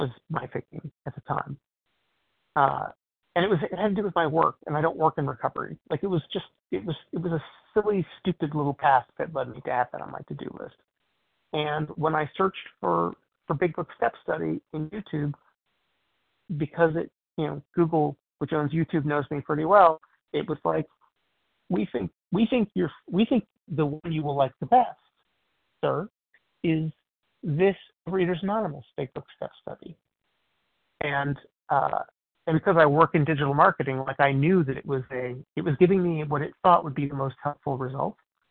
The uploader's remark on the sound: 100 Pounders Phone Meeting